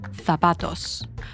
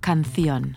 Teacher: the Z and the soft C are pronounced with a th sound. So zapatos would be pronounced zapatos, or canción would be canción.